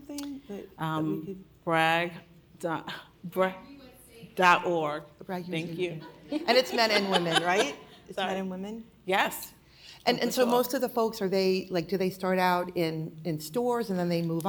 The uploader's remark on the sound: This episode was recorded during a session at the Women in Retail: On the Road New York City event last month.